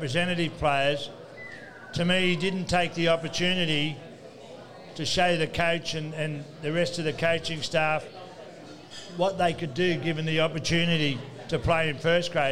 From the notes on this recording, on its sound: live from Jacks Bar & Grill